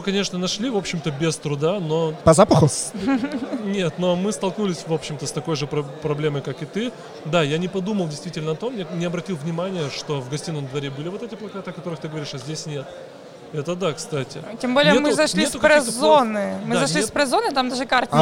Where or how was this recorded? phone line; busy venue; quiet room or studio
busy venue